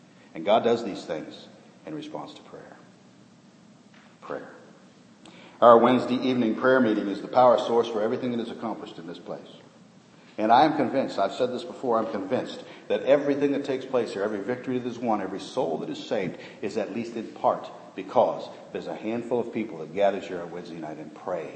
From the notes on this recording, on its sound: This sermon was preached in the first service held in our remodeled auditorium